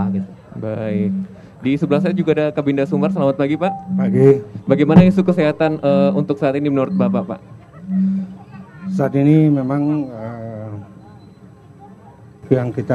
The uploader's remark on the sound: Live Outdoor Broadcast masih hadir dalam peringatan Hari Kesehatan Nasional ke 57 yang diselenggarakan dengan pelaksanaan vaksinasi Covid 19 di Kabupaten Padang Pariaman.